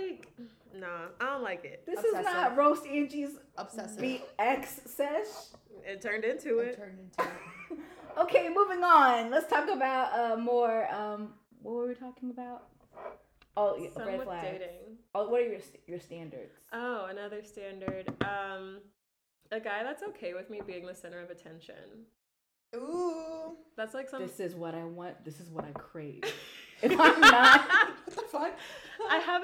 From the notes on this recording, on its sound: We are sorry about the sound quality issues. We are testing new mics.